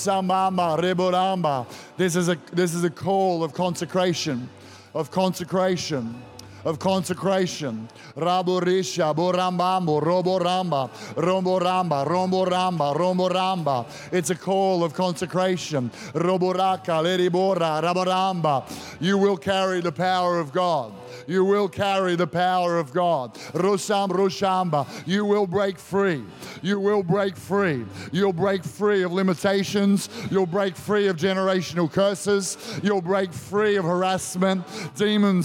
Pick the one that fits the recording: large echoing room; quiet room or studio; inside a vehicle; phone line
large echoing room